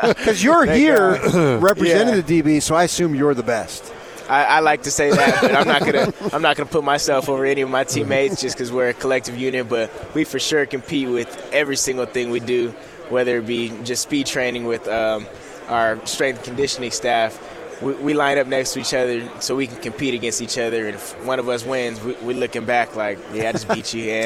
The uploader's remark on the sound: live from Pac-12 Media Day